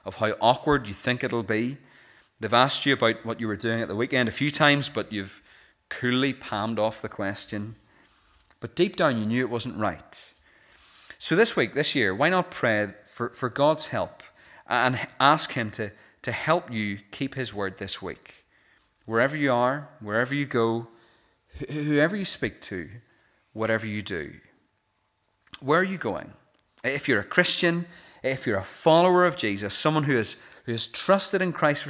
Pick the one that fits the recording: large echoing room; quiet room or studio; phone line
large echoing room